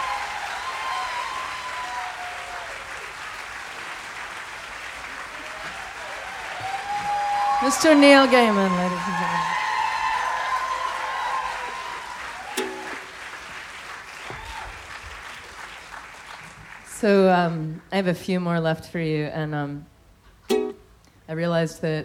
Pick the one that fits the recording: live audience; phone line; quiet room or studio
live audience